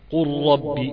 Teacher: اللام ادغمت في الراء · Term: اللام الفعلية